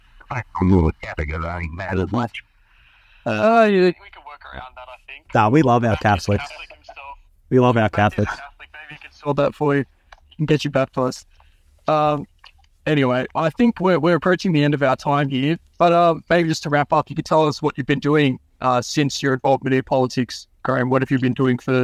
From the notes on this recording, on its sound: Please excuse the poor audio quality in some parts, this interview had to be recorded entirely over the phone and enhanced in retrospect.